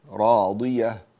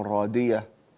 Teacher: طيب حسنت، في هنا عندنا راضية، راضية لا تقل رادية، خليتها دال، الضاد حرف مستعل وحرف مطبق فلا يتأثر بالكسر · Shown in: first take